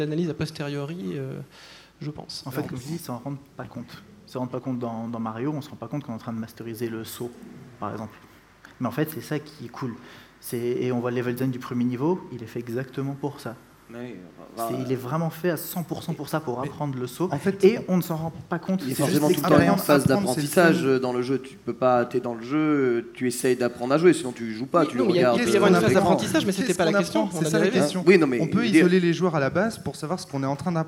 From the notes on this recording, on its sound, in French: Cycle de conférence enregistré du 2 au 4 mai 2014 lors du Stunfest